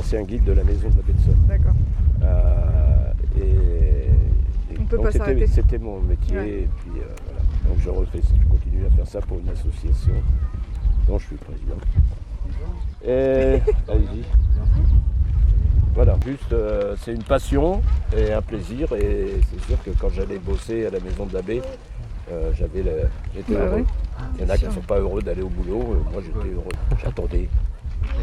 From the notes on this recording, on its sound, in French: Episode spécial Festival de l'Oiseau en Baie de Somme. Découverte de la plage d'Ault et interviews.